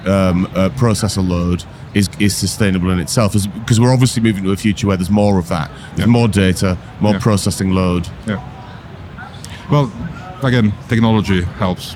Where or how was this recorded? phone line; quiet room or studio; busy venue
busy venue